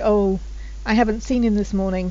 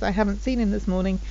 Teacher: So I could say, oh, I haven't seen him this morning, so the T in haven't kind of disappears. I haven't seen him this morning. · Term: lose a T